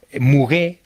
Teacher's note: Sin pronunciar la T final en francés